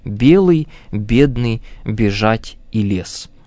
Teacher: такой отдельный гласный, как «ять», стал полностью звучать как «е». Им стали произносить, например, «белый», «бедный», «бежать» и «лес».